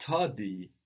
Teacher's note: this tardy, we hear the D there that we don't pronounce in French